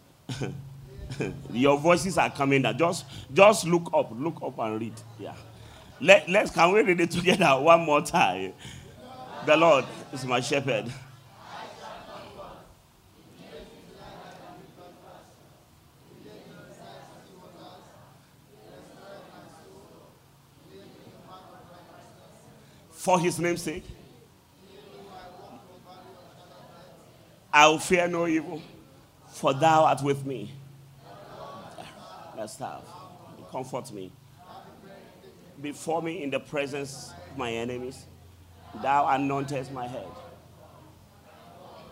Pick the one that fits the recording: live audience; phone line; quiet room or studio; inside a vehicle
live audience